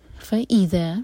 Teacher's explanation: فَا اور اِذَا دو الگ الگ ورڈ، ای پر زور دیں گے